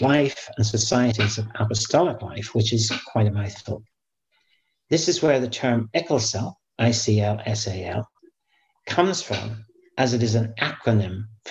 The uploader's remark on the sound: Safeguarding - Virtual Press Conference. A press conference that took place virtually.